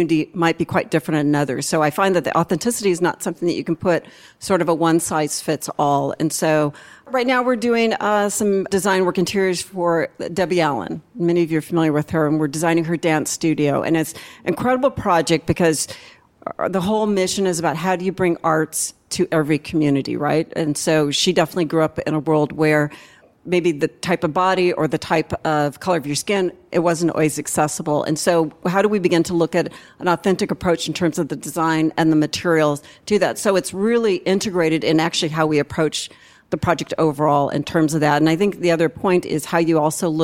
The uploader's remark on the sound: Taped live at a Be Original Americas event in Los Angeles, we conducted 6 lightning round interviews with leaders in different areas of design and architecture.